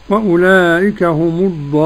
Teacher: مد عارض للسكون جائز المد لجميع القراء